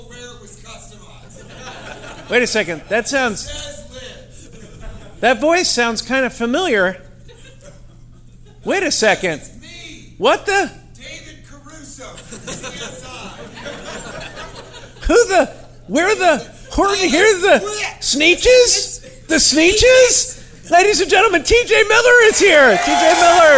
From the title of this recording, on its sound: Live from Utah